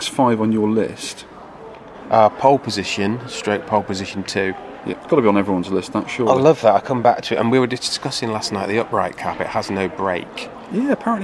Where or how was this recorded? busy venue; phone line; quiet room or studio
busy venue